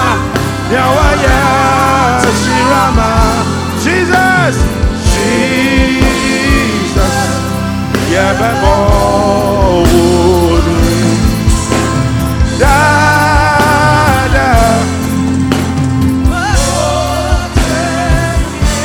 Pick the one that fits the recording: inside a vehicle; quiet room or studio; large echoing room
large echoing room